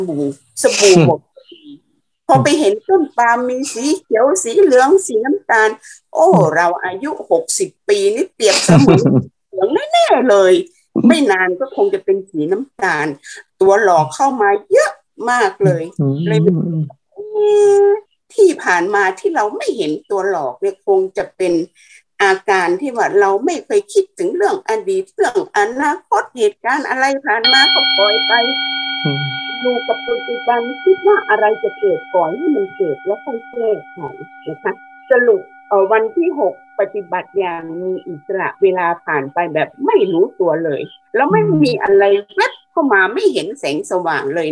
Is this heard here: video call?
yes